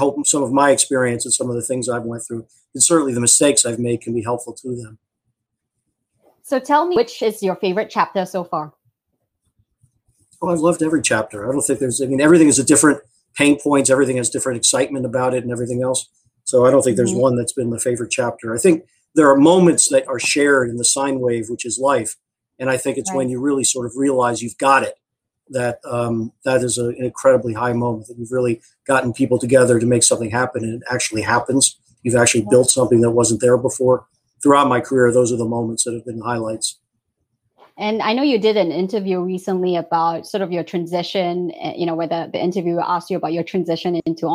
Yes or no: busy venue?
no